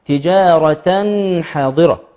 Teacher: تجاره حاضره دون تمكين للنون مخرج النون